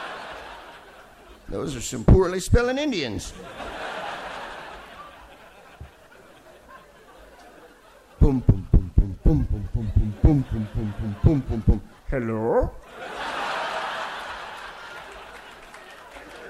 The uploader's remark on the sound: Live from the Hay Festival in Wales